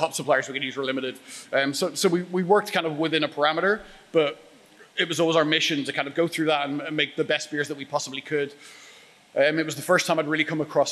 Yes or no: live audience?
yes